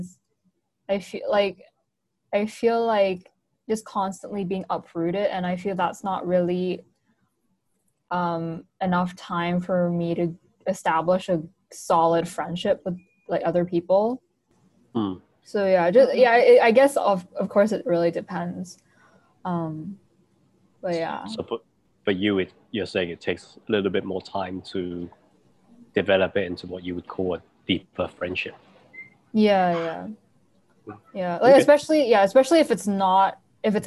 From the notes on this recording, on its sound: we take this week's episode onto Zoom